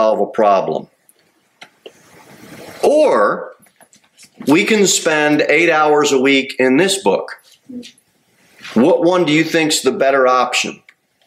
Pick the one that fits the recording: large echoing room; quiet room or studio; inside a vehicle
large echoing room